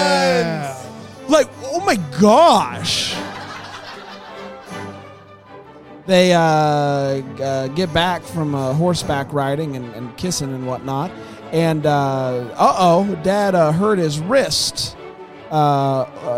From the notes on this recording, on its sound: LIVE FROM BRAMBLE FEST